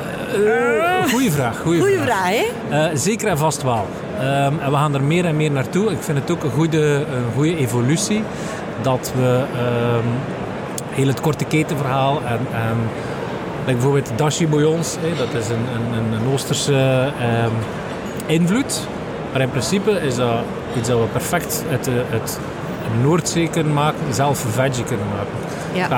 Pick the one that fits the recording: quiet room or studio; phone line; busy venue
busy venue